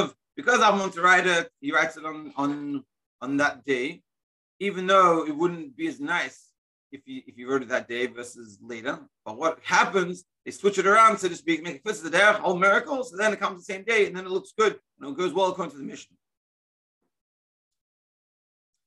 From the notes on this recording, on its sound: Daily Zoom Shiur.